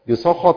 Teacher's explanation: بين السين ما تبقاش فيها شبهة الصاد